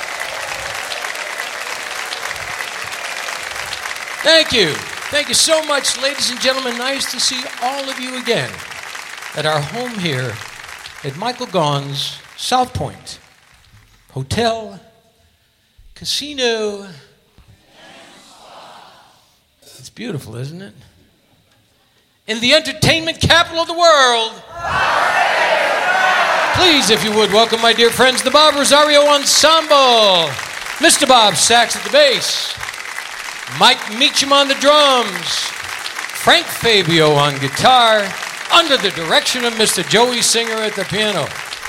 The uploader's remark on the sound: Live at the Southpoint